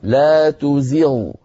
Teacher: فيها شيء من الرفعة عن زغ، فيها رفعة قليلة، ليس فيها رفعة كثيرة مبالغة، وإنما هناك شيء موجود.